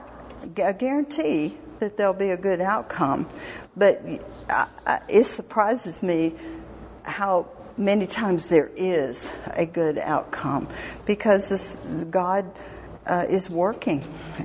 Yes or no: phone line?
no